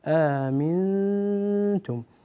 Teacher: أطل زمن الغنة، عندنا غنة إخفاء نون ساكنة وبعدها تاء